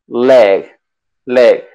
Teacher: Una L que está acá en la parte de adelante, donde tienes los dientes superiores, dientes inferiores. Tocas con la lengua la parte de superior, o sea, los dientes superiores.